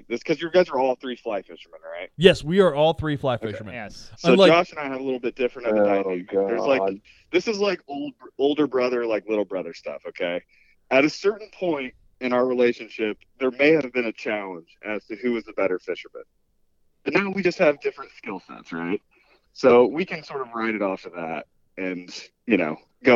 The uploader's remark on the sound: The smallie talk podcast dudes call. We had some computer issues that dropped us out halfway through the interview.